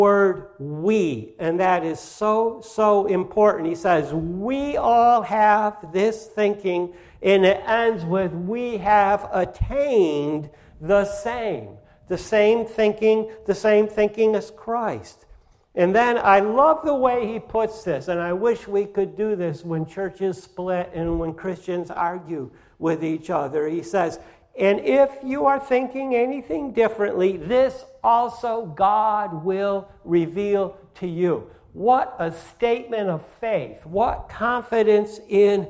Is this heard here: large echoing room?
yes